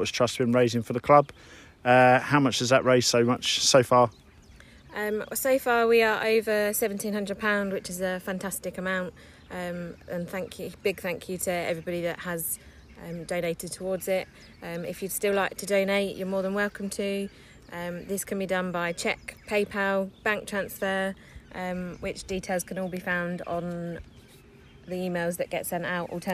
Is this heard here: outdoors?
yes